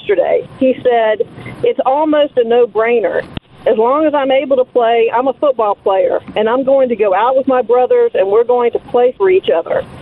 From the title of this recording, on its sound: Callers Continued